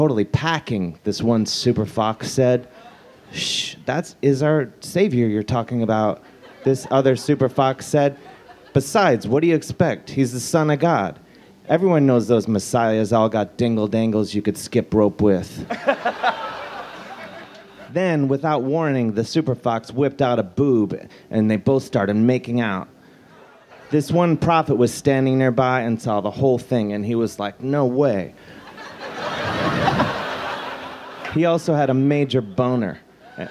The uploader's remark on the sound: Recorded Aug 10, 2013 at the Outside Lands Fest in San Francisco.